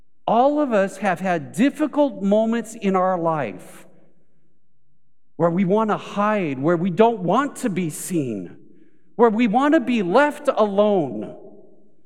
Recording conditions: large echoing room